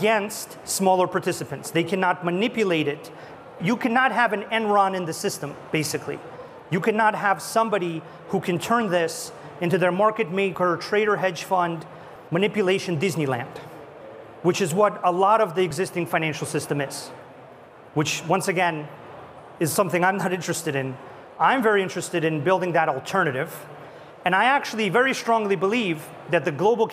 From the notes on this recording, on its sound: A Consensus 2023 panel